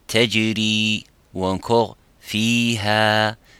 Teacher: c'est le med de base qui dure deux secondes · Term: med tabiri